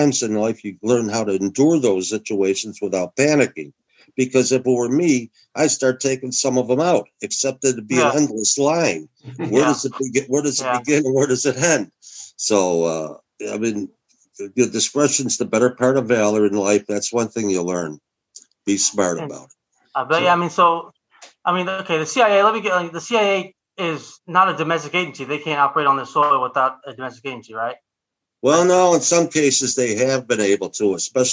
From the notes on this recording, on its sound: This is the audio from a Zoom call